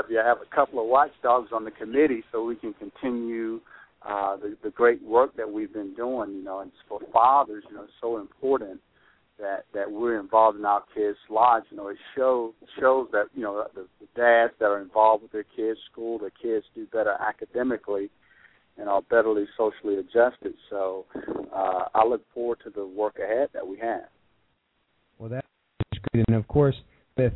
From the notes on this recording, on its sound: We even got a surprise call-in